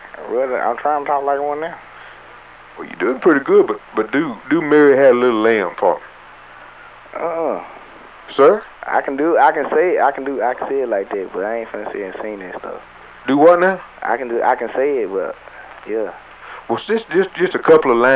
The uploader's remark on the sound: Prank Phone Calls